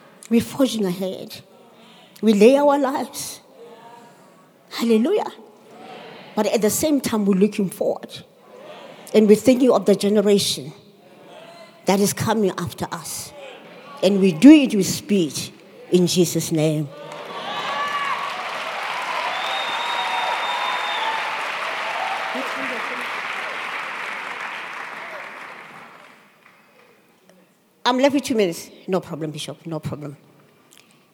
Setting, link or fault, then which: setting, live audience